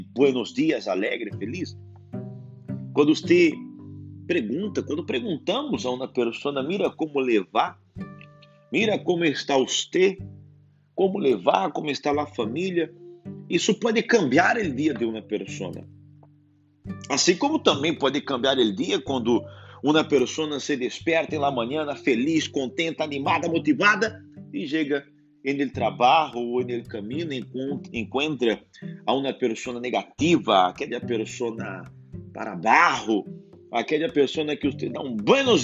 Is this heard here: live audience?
no